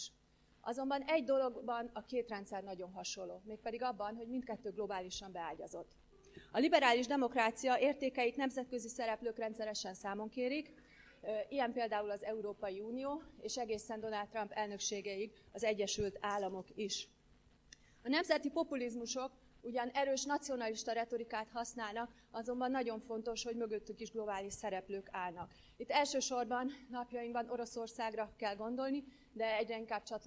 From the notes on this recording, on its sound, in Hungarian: rendezvényének felvétele